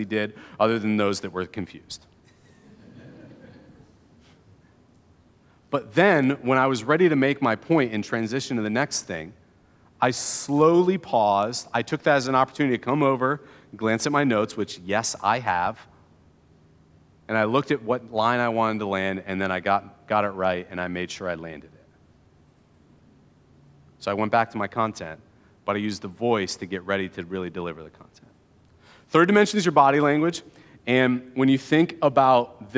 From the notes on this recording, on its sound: keynote address from 2022's Evergreen One Day event